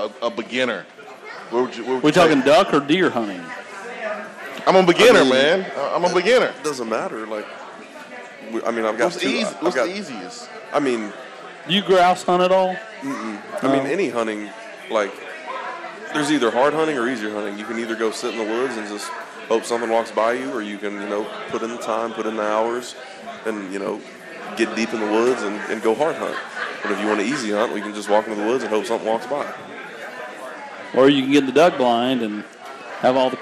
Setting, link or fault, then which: setting, busy venue